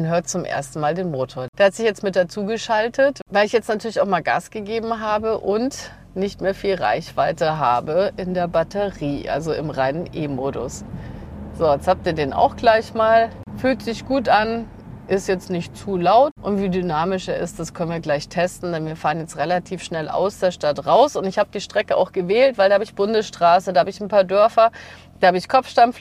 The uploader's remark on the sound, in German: Auf einer Live-Audiofahrt mit dem Mitsubishi ASX. Unterwegs trifft sie auch andere Reisende und fragt nach den aktuellen Mobilitätspräferenzen in Deutschland.